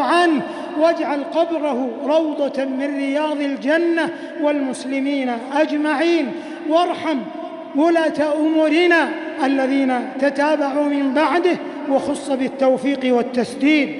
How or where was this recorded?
large echoing room